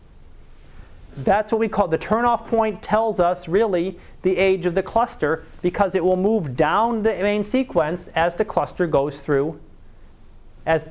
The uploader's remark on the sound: Live Class Lecture